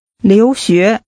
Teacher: Using two rising tones, say, studying abroad.